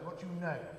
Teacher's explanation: what I want to do this evening is put the stress on the last word, what do you know?